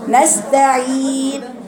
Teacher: بيقرا النون والميم من الخيشوم · Term: الغنه